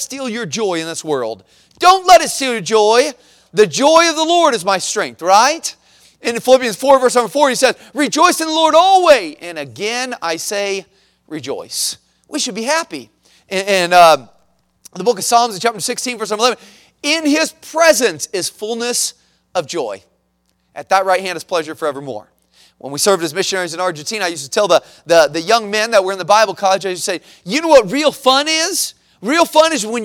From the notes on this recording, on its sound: at the Missions Conference on March 26, 2023, at Victory Baptist Church in Boonsboro, Maryland.